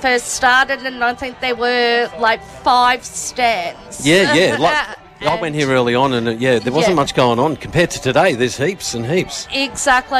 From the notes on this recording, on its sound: At a special outside broadcast at the Out in the Open Festival Day 2023 at the Queen's Gardens, Shepparton.